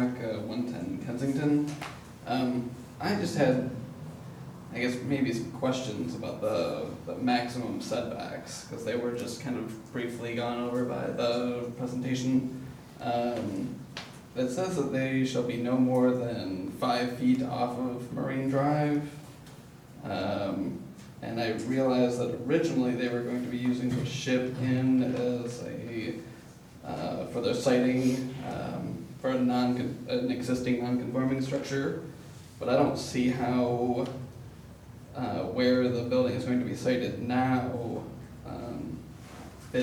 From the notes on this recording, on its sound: Live recording of the Oct 9 Astoria Design Review Committee meeting